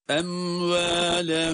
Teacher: Em ve bakınız em dedik mimin kendisini okuduk sonra hiç araya boşluk açıklık getirmeden hemen vav harfine geçiyoruz · Term: izhar-ı şefevi